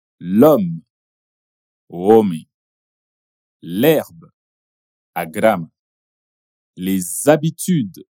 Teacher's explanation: Conseguiu perceber a liaison do S no final do artigo le com o H de habitude e habitation?